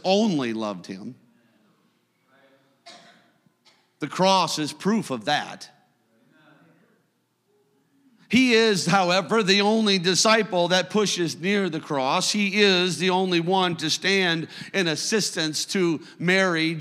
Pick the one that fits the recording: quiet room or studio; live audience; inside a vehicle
live audience